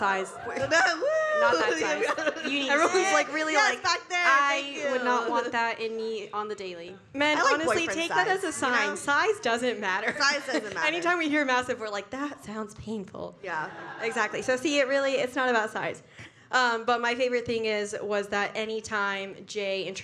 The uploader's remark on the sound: NEW YORK LIVE SHOW. NYC LIVE SHOW episode!!